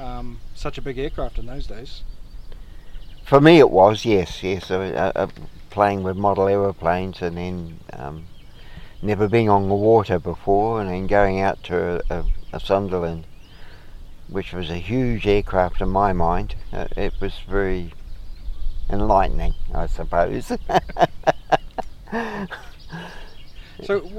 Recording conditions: outdoors